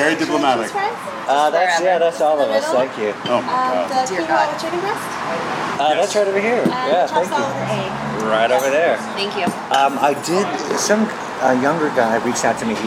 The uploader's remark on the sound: at The Mohawk Bend in Echo Park